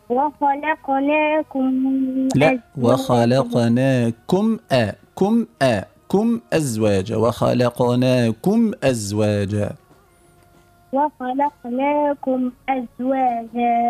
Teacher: بلا إخفاء للميم، إذ أظهر الصوت جيدا للميم